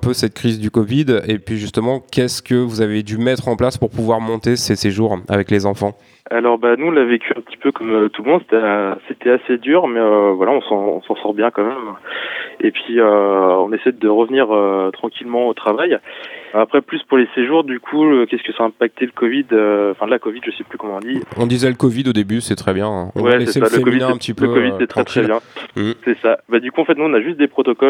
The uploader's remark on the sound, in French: Nous avons reçu (par téléphone) au micro de Timbre FM.